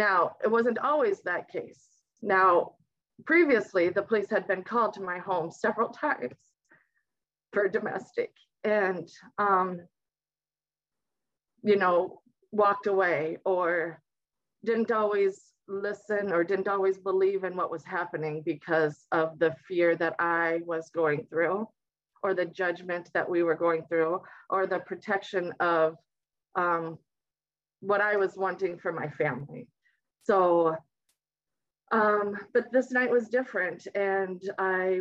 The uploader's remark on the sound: Recorded live on Zoom